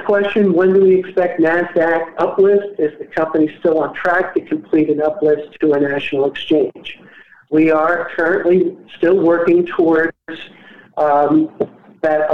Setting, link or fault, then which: link, phone line